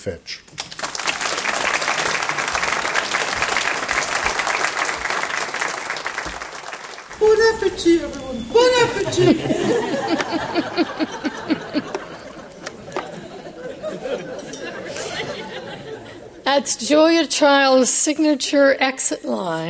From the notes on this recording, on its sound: keynote address to the annual Dinner at the Library at UC San Diego